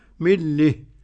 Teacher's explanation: ملة بالإمالة الكبرى، الإمالة لللام والهاء كده